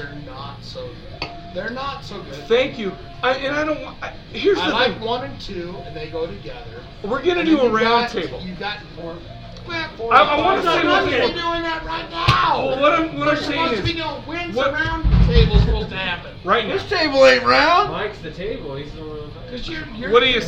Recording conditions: busy venue